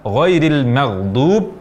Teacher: Ini mengkolkolahkan huruf ghain yang tidak seharusnya dibaca kolkolah saat ia bersukun.